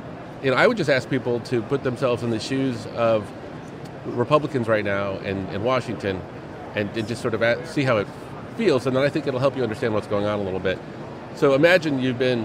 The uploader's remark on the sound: LIVE from #HiMSS17